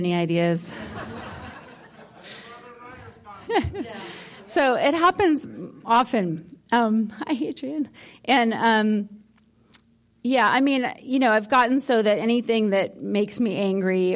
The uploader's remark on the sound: Talk from the 2018 Santa Barara Writers Conference. Santa Barbara Writers Conference 2018. Ninety Degrees Media for recording and sharing.